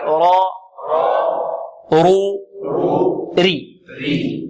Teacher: الراء مضمومة مفتوحة مفخمة، ومكسورة ماذا؟ مرققة